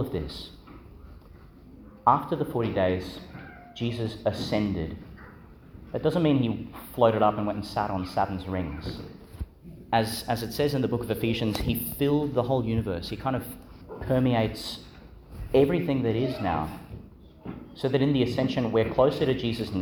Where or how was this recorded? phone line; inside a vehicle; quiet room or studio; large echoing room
large echoing room